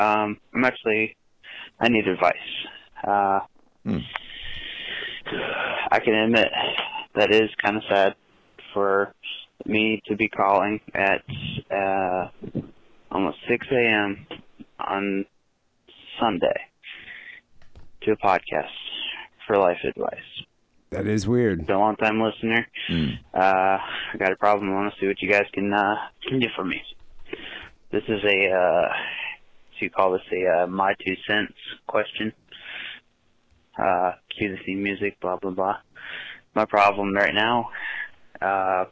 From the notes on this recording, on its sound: Phone calls.